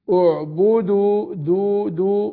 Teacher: هو حد يقول لي اعبدوا ضو ضو، ينطقها ضاد، خطأ غلط